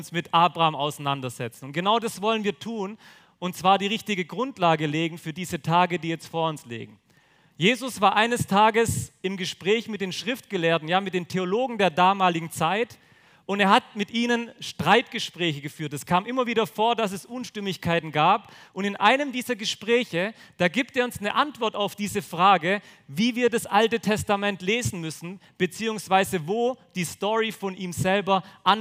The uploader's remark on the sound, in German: auf dem Younited #weekend 2023 in Friolzheim (Jugendverbandstreffen des Christusbundes)